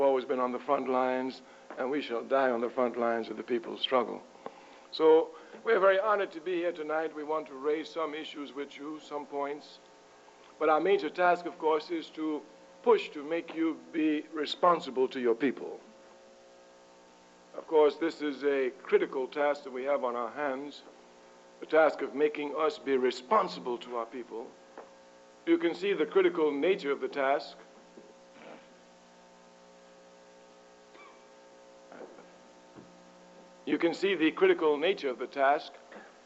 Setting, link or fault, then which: setting, large echoing room